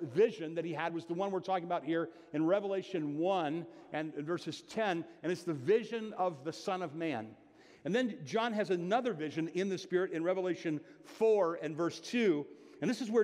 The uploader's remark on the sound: (Sermon) Audio. Bethel Church–Jackson.